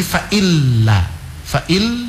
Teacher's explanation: Nun sukun itu mestinya sudah tidak dapat baca dia. Langsung ke lam, langsung melebur ke huruf lam tanpa didengungkan. Jadi fa'illa, fa'il ya, jangan tahan. · Term: idgham